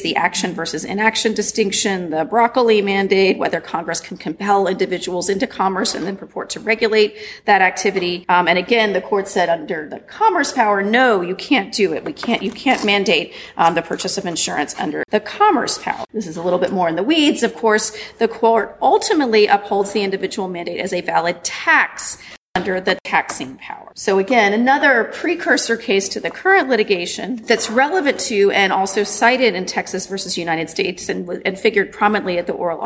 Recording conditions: busy venue